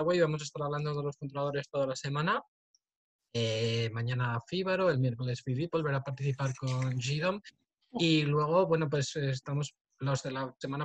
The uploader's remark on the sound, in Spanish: Audio del webinar. Audio del webinar sobre el controlador domótico eedomus.